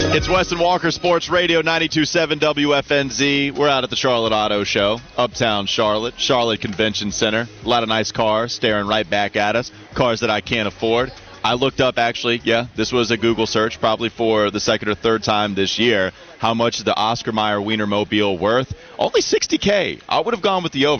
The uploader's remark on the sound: live from the Charlotte Auto Show